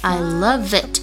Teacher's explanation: Love 和 it 连读起来，I loveit，必须咬嘴唇